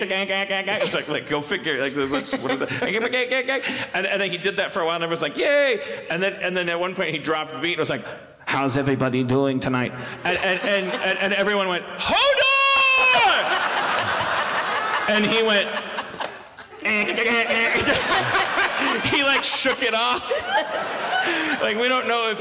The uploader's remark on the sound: LIVE in San Diego 2016 (During A Comic Book Convention)